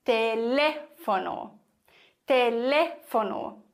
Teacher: im Spanischen haben wir auf diesem zweiten E einen Akzent und deswegen wird das Wort komplett anders betont, nämlich auf dieser Silbe, Telefono.